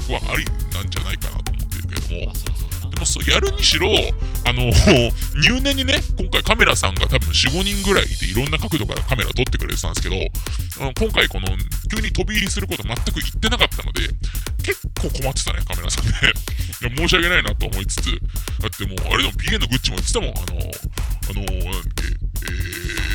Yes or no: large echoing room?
no